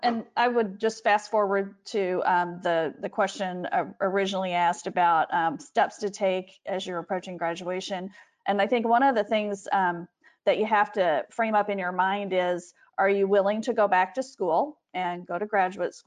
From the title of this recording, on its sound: Capital One Webinar Audio